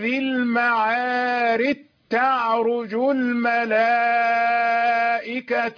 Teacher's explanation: تاء مشددة والجيم خلاص ذهبت بالكلية · Term: إدغام الجيم